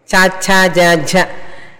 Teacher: అదేవిధంగా నాలుకని ఫ్లాట్గా పెట్టి చదివితే చ చ జ జ చూసారా, నాలిక ఫ్లాట్గా ఉండి పళ్ళ దగ్గర తగులుతూ ఉన్నది